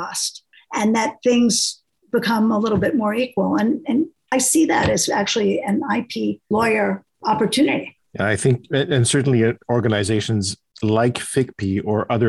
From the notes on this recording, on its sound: taking questions from our listeners who joined the live webinar as it was recorded